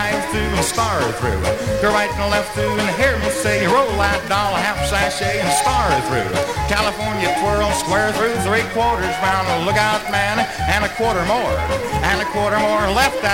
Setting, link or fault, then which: setting, busy venue